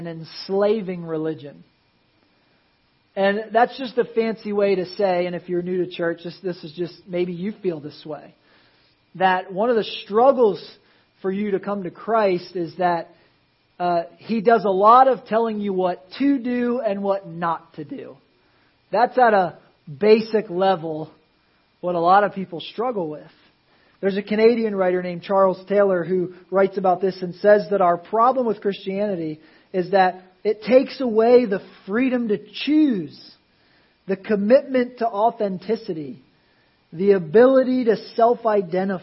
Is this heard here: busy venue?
no